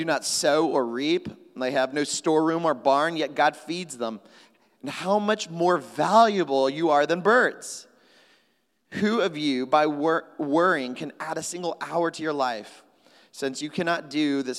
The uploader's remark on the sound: at Trinity Church, Puerto Rico